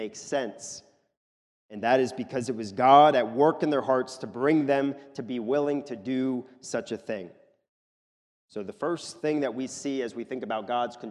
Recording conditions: large echoing room